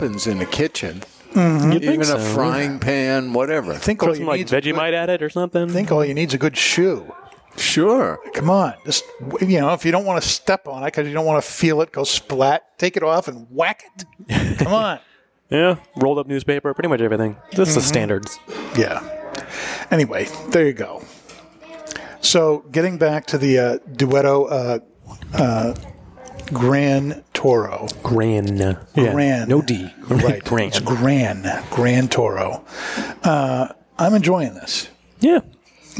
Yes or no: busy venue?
yes